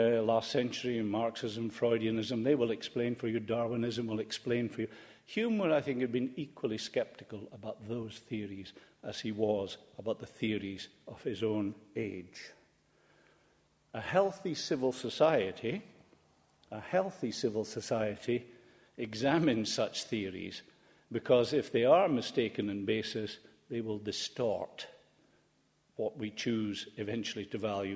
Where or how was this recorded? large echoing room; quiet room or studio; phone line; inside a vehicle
large echoing room